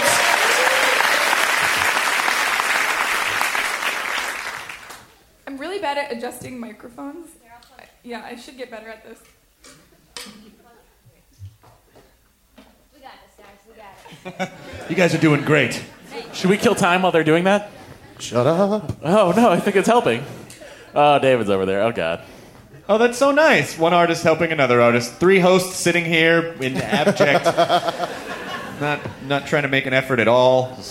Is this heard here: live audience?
yes